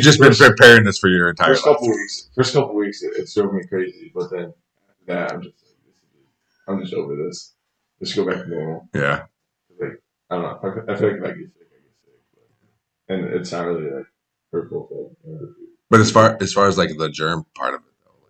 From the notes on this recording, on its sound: The audio is not good for this episode